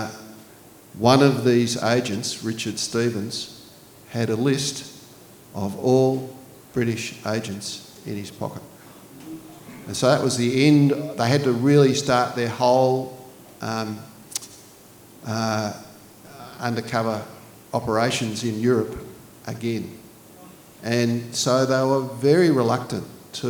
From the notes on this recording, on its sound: This recording is from Northern Books' 'Books at the Brewery' series.